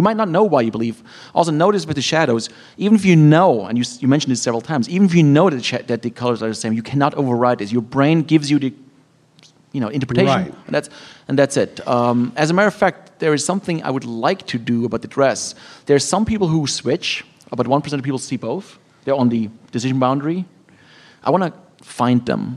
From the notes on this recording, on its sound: live in New York, at The Bell House, in Brooklyn